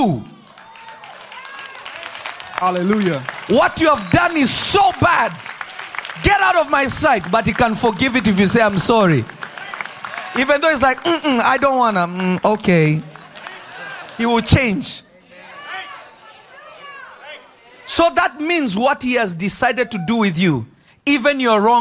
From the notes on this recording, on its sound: This Episode was recorded live at Revelation Church in Simi Valley, CA.